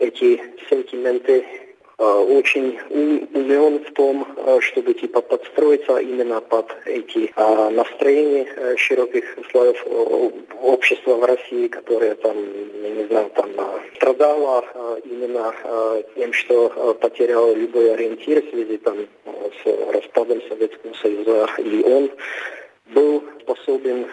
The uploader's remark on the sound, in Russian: Связалось по телефону со специалистом по постсоветским странам, который на момент интервью находился в Армении.